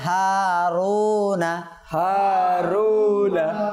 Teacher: এই হারাকাতকে টান ও ধাক্কা ব্যতীত স্বাভাবিকভাবে পড়তে হয়, এজন্য এই নুন জবর এটা টানা যাবে না।